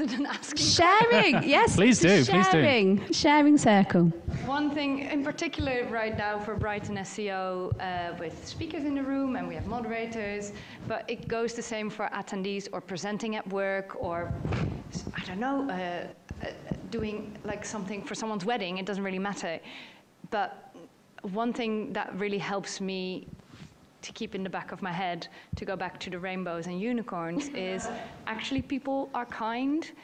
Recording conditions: live audience